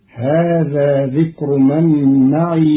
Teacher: قرأ قالون كلمة معي بإسكان الياء